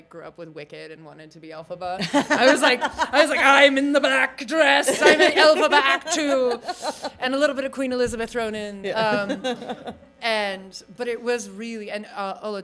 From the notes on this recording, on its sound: Recorded Live at Starbase Indy 2022.